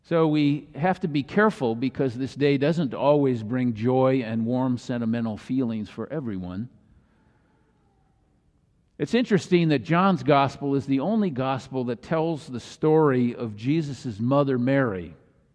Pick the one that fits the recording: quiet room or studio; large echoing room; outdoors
large echoing room